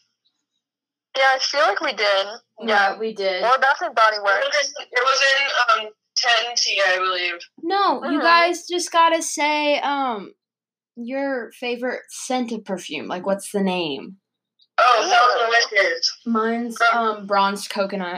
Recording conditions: poor sound quality